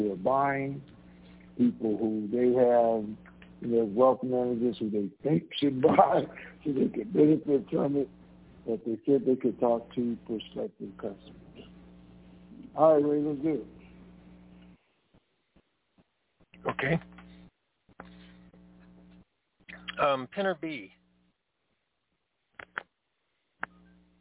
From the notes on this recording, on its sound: TNTSuperfantastic Conference Call